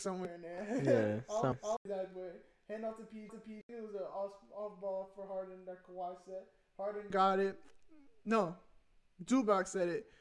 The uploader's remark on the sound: sorry for the technical difficulties